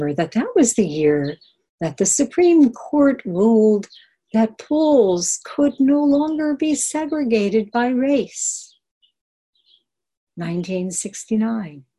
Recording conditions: video call